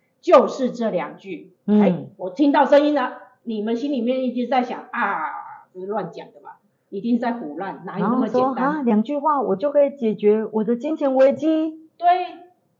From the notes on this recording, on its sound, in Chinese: 因錄音設備問題，造成錄音品質受到影響出現雜音及干擾。